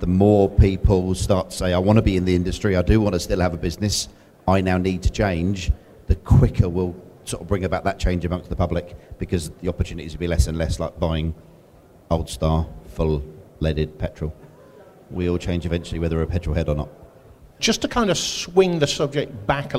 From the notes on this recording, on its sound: This episode we visit the aftermarket trade show Mechanex, where just that happened. We got five of the UK’s most well-known commentators on stage.